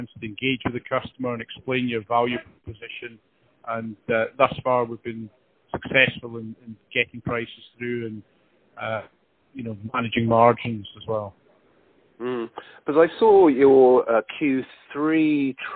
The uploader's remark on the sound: he was at a trade show in Germany, so the mobile phone signal wasn’t ideal